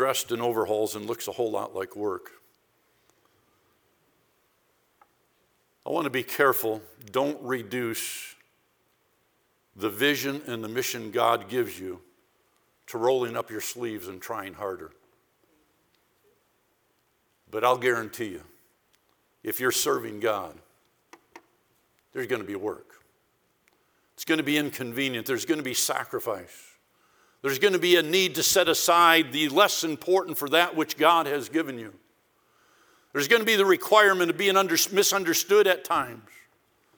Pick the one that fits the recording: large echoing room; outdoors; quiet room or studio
large echoing room